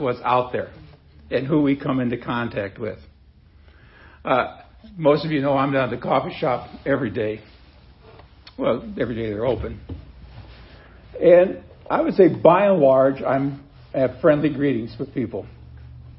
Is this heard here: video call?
no